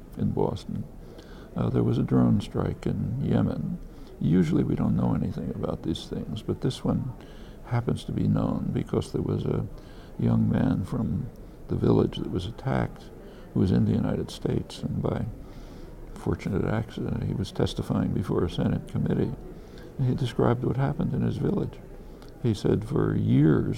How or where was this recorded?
busy venue